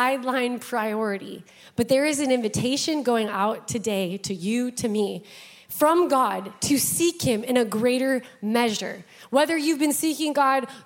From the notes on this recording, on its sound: Broadcasted live from The Father's House, Vacaville, CA.